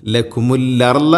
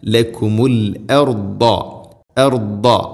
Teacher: ദാദ് നാവിൻ്റെ ഏതെങ്കിലും ഒരു സൈഡ് അണപ്പല്ലുകളോട് ചേർന്ന് നിൽക്കുന്ന രൂപത്തിലായിരിക്കണം അതിൻ്റെ ശബ്ദം വരേണ്ടത് · Shown in: second take